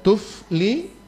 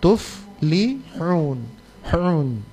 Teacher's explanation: Kasih basempit ke sana itu tenggorokan, gitu. Ya, jadi H itu tersempit tenggorokan.